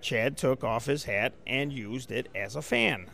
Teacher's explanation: So we have a lot of tokens of this raised and elongated bat vowel.